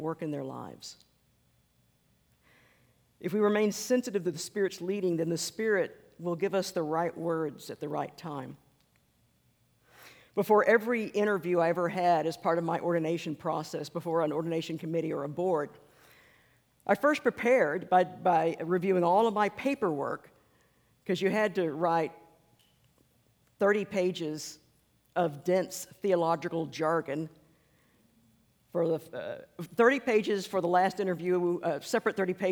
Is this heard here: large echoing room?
yes